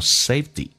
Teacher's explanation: 这个 T 在美式发音要浊化成 D